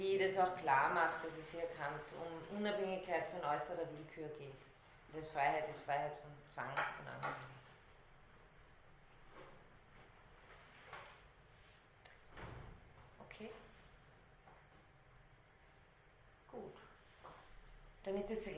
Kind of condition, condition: setting, large echoing room